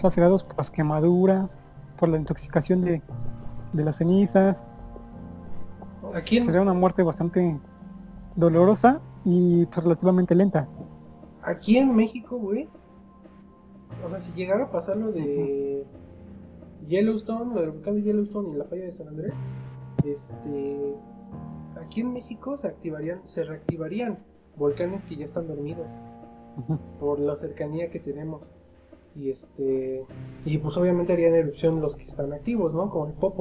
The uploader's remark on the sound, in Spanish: Sentimos las fallas de origen respecto al audio, una disculpa de ante mano.